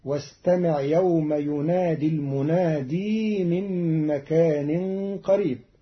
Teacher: قرأ قالون كلمة المنادي بإثبات ياء زائدة وصلا في كلمة المنادي